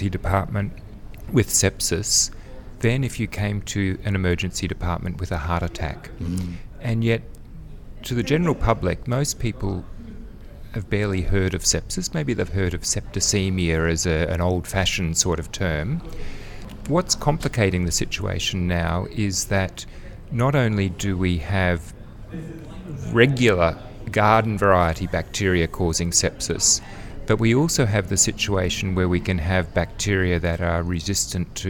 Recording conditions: busy venue